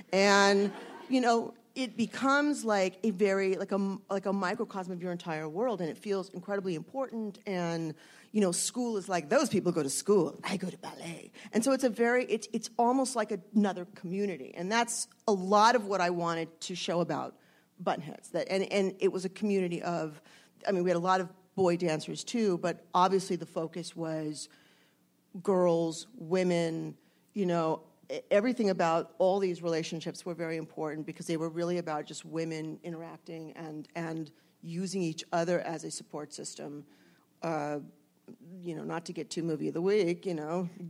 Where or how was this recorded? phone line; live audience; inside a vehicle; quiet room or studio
live audience